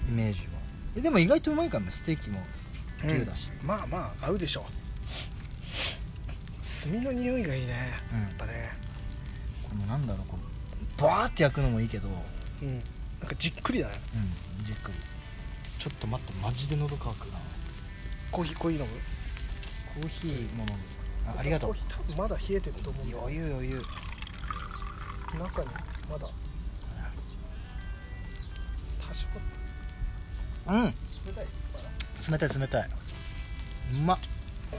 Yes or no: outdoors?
yes